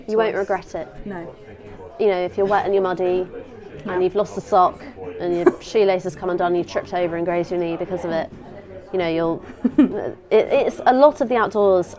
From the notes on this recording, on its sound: live from the Kendal Mountain Festival